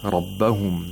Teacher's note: the Ra of رَبَّهُمْ has tafkhim because Ra has fatha in this word.